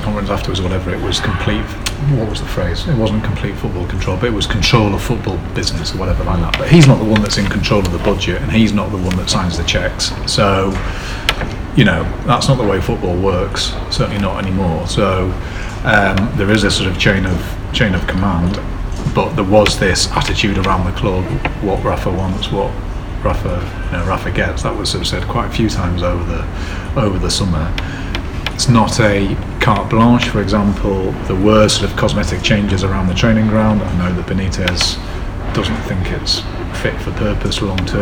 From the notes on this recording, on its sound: thank you to Nine Bar for allowing us to record